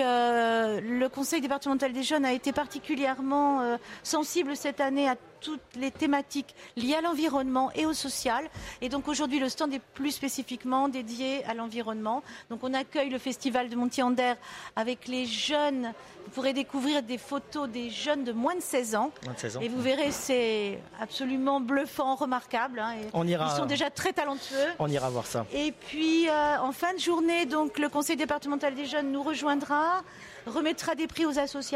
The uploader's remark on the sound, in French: RCF en direct de la 77e Foire de Châlons